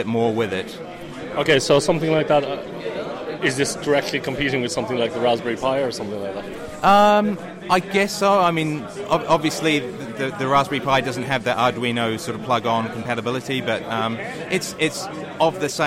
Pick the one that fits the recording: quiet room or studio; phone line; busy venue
busy venue